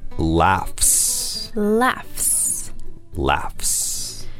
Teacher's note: since the GH makes an F sound, which is an unvoiced consonant, the S that follows also sounds like an S